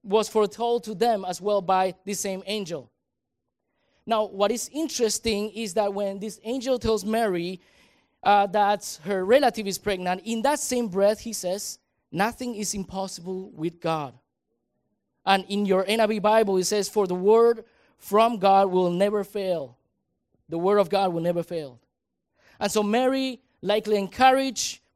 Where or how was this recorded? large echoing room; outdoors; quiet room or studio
large echoing room